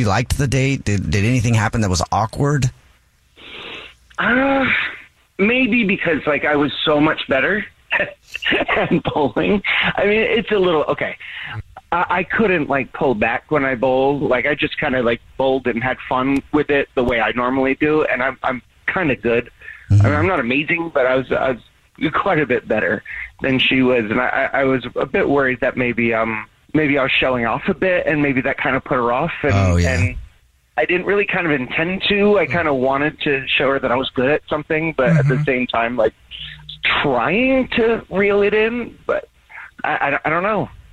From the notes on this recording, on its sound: We get that other person on the phone to see why they're "ghosting". We have a guy on the phone.